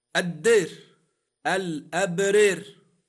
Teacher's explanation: لاحظ أن كلمة الدار نطقتها بالإمالة كما قال ممال